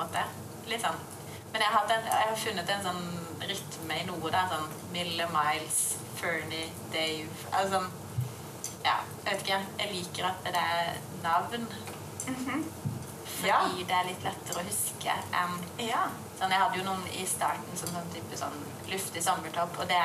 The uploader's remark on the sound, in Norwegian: BEKLAGER FOR LYDKVALITETEN!! Denne episoden er et liveopptak fra Stitsjorama med Witre Design.